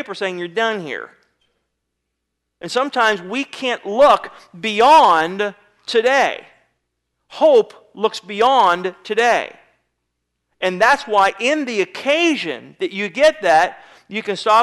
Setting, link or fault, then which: setting, large echoing room